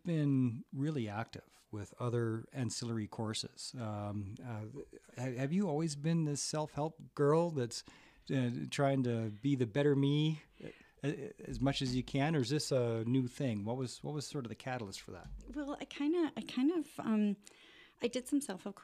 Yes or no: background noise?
no